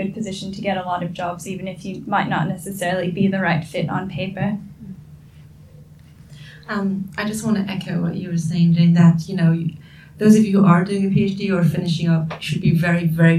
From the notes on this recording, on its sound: Recorded their roundtable at the AAS held at the Australian National University! The audio quality might be a bit different from what you are used to because we recorded at a conference venue and not at our usual studio!